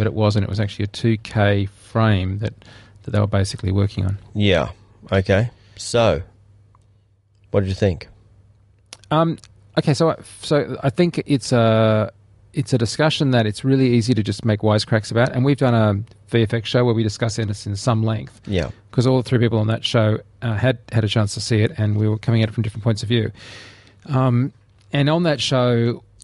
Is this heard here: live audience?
no